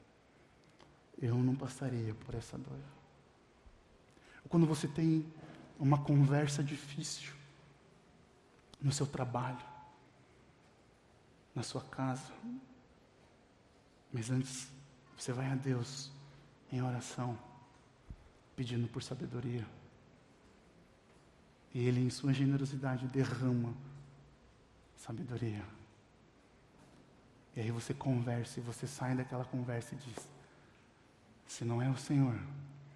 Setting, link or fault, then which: setting, large echoing room